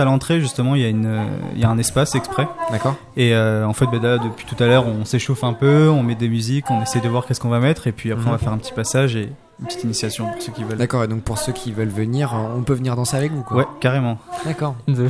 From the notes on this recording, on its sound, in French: Emission réalisée en direct samedi 30 mars 2019 depuis le Campus des métiers de Joué-les-Tours.